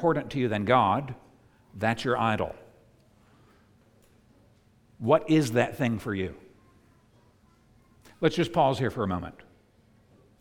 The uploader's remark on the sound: preached at the United Christian Church of Dubai